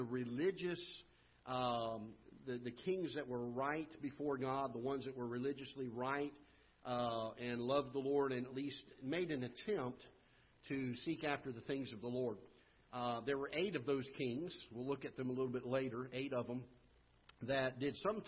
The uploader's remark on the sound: Ketha Heights Baptist Church ~ Live Broadcast